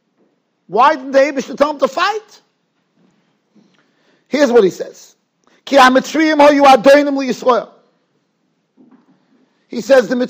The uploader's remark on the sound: Shiur recorded in Yeshivas Ohr Reuven, Monsey, NY.